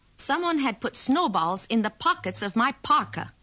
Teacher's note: Don't pronounce the R in Parker and Blizzard.